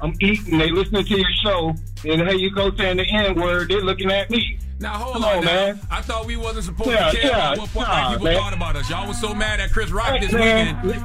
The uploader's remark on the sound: Listeners call in to share who they would like to nominate for Donkey of the Day.